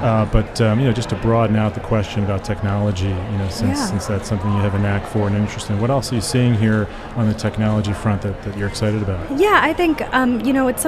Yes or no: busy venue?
yes